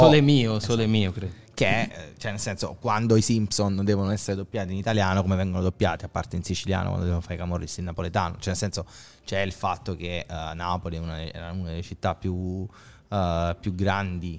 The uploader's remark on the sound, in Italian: si sono seduti con noi al tavolone di Bar5